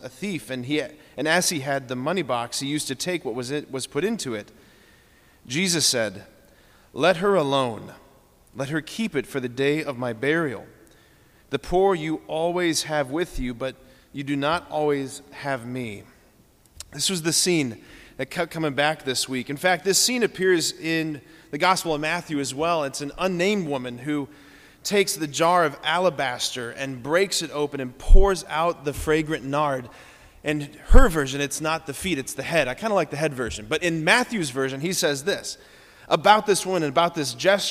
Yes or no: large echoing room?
yes